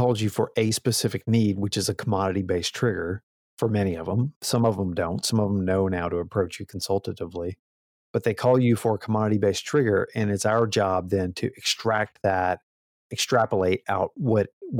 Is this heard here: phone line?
no